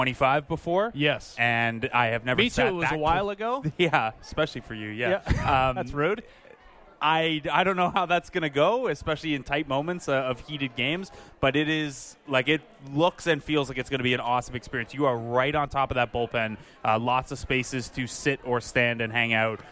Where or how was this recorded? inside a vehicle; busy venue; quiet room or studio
busy venue